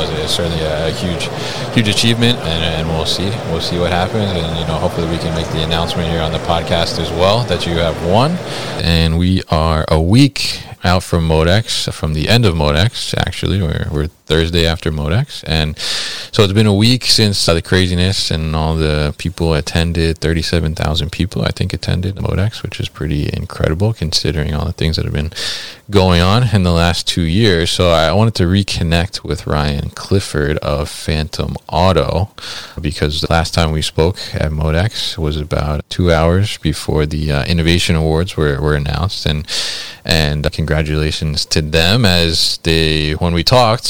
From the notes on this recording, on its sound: at MODEX 2022